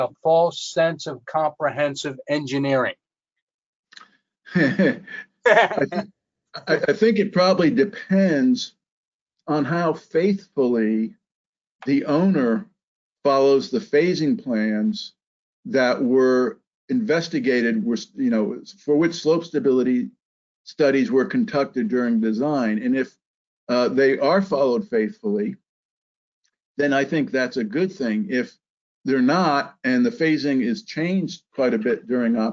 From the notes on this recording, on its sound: This is an audio version of the FGI webinar.